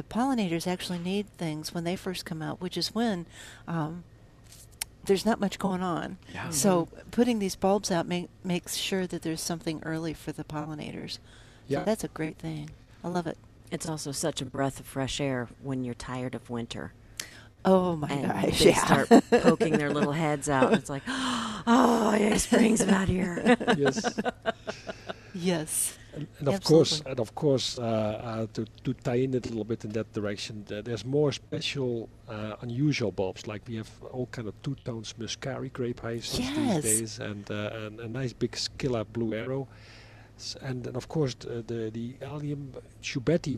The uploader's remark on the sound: Live from Prairie Gardens.